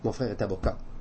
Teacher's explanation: presque une obligation à prononcer le A postérieur en final. Je peux pas, en prononçant en final des mots un A antérieur, impossible.